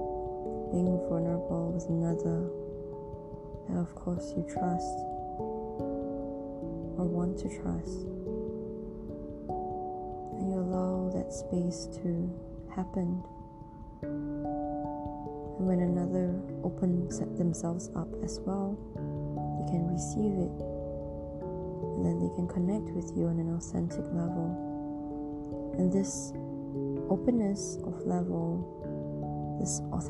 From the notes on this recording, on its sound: better to be heard on earphones as the sound volume is much softer for this episode